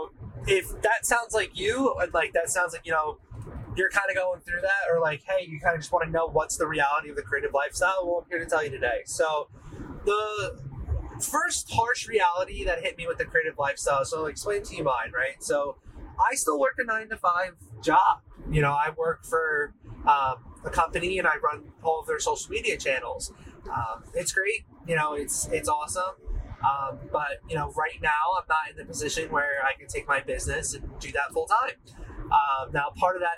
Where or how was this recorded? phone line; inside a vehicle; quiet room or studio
inside a vehicle